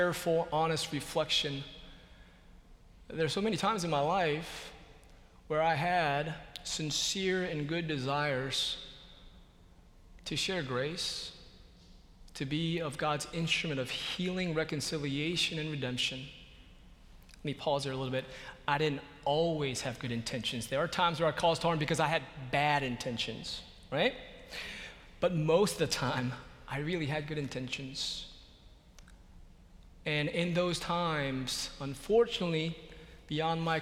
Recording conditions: large echoing room